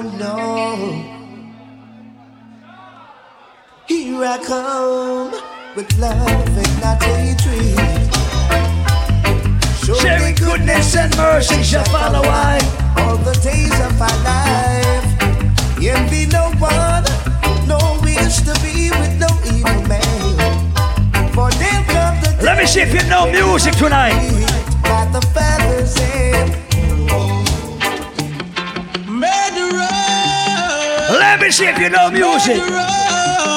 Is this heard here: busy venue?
yes